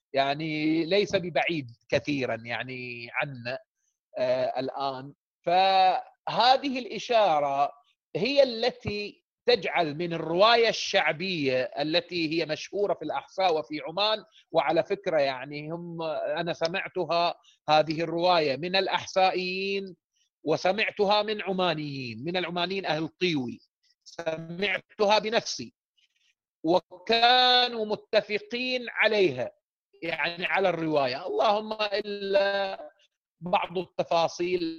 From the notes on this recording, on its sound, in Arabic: قناة أهل الكهف على برنامج Zoom. قناة أهل الكهف على برنامج Zoom. وتبث مباشر على الفيسبوك والتويتر واليوتيوب.